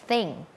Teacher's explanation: เป็นเสียงแบบ unvoicedคือออกมาแค่ลมเราเอาลิ้นเนี่ยมาวางตรงกลางระหว่างฟันบนกับฟันล่าง